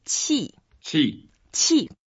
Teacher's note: It's a fourth tone and you go down. When we use fourth tone, we actually try to make it very heavy and like a ouch sound or angry sound.